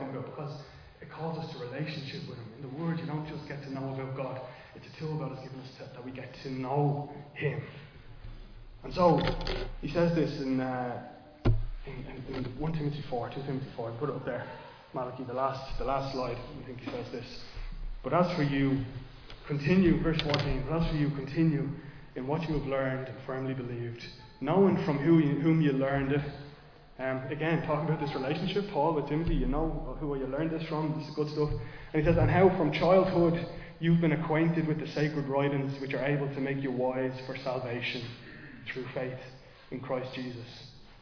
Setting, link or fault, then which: setting, large echoing room